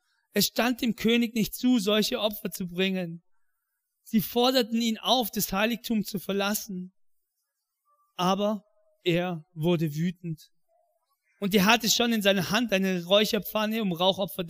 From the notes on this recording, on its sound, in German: in der Life Church Ansbach